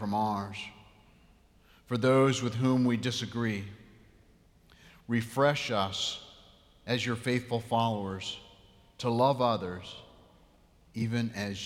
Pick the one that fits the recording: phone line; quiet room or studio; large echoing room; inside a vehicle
large echoing room